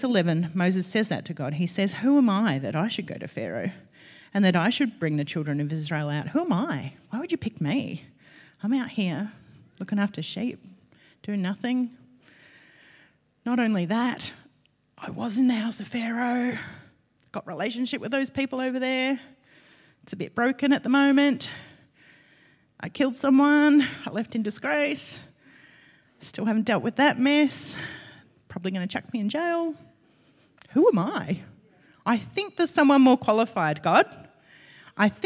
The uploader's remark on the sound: LIVE at Echo Church